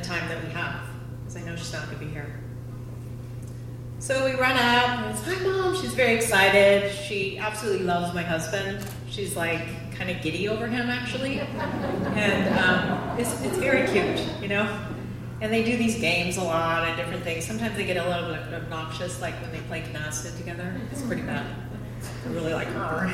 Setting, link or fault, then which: setting, live audience